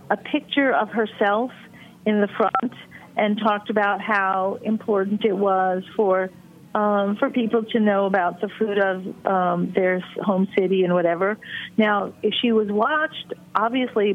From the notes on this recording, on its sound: by phone